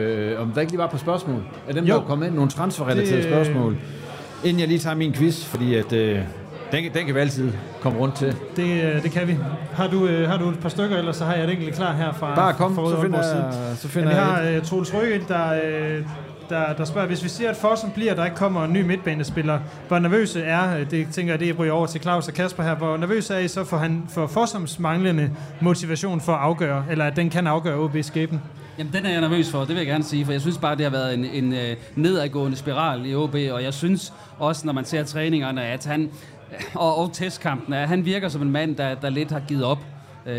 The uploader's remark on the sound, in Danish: live fra Proud Mary